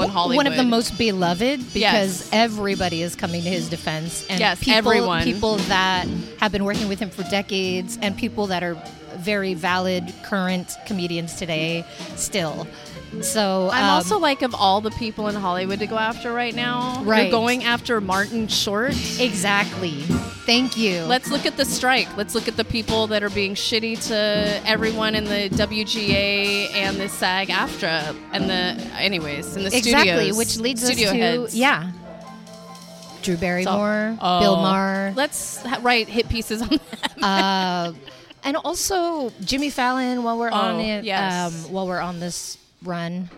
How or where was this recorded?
busy venue